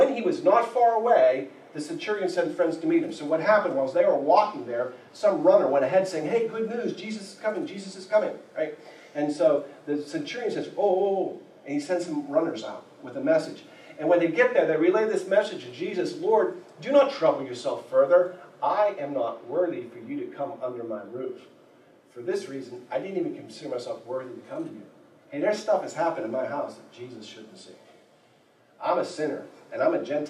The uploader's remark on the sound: There was a problem with the audio of this sermon. We boosted the quality as best we could. We apologize for the poor audio quality.